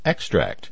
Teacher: extract in this case is pronounced with the stress on the first syllable